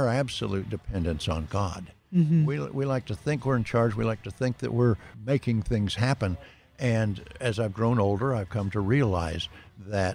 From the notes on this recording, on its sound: Recorded at Wheelers Western Outfitters